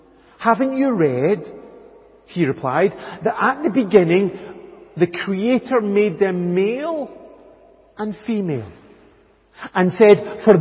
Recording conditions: large echoing room